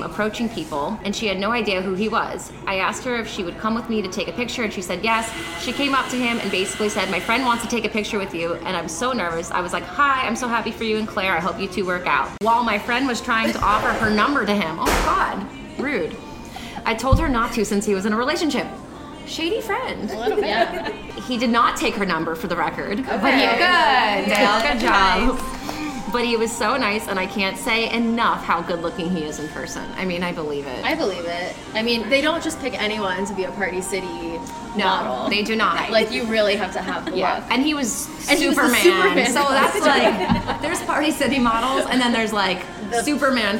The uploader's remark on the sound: live from Audrey's Coffee Shop